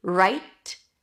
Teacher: You can release the T. Right. Very lightly. Or hold it.